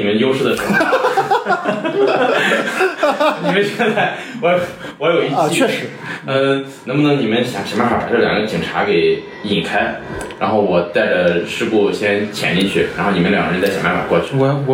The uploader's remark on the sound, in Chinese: 因为这次跑团时录制的设备并不专业，再加上环境和大家散座的位置，音质会比较差，调试之后改善不大。